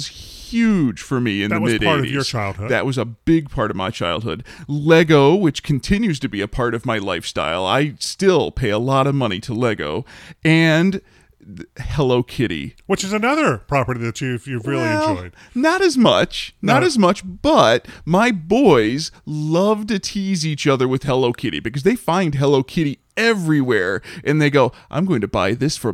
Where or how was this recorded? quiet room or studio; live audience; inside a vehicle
quiet room or studio